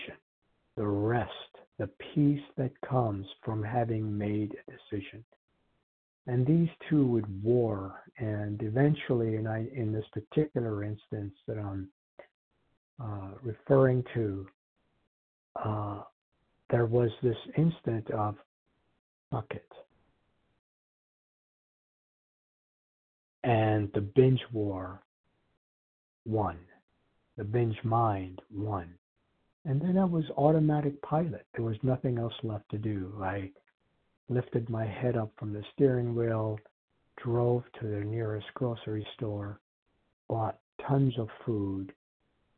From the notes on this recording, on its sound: Qualification from the 100 Pounders Phone Meeting.